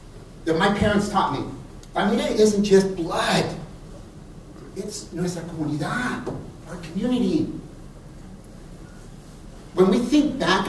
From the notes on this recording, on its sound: a past keynote from the San Francisco Chapter of the National Hispanic Organization of Real Estate Associates (NHORA)